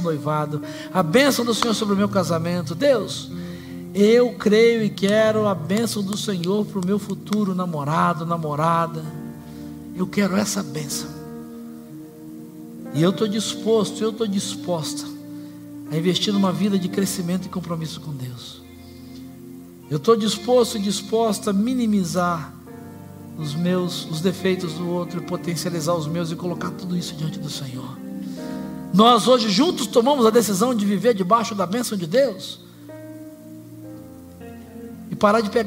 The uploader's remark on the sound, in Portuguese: Celebração ao vivo com mensagem trazida pela nossa pastor